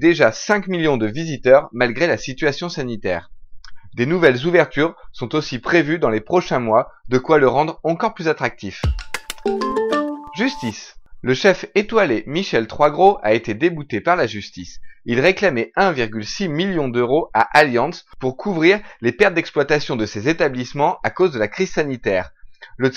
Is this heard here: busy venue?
no